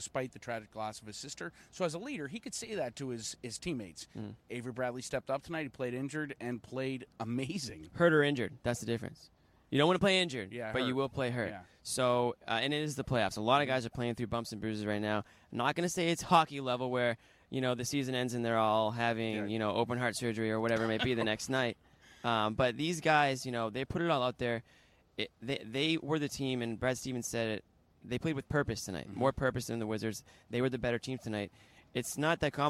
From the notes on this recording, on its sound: Full Report from TD Garden, Player/Coach Interviews